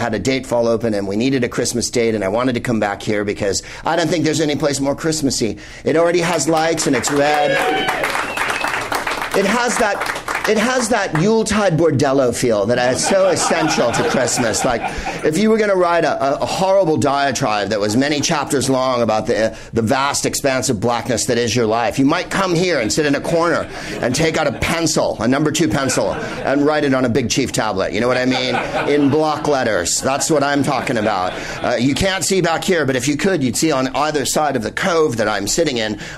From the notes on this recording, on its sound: Live from Bar Lubitsch in LA.